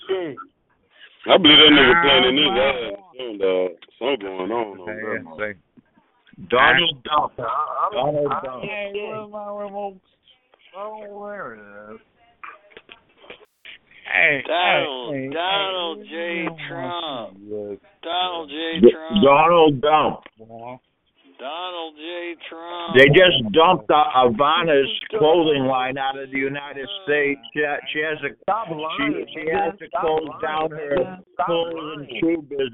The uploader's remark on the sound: Conference Call